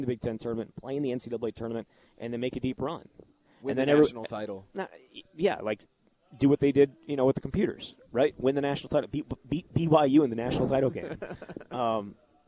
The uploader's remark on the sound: live at Monk's in Sun Prairie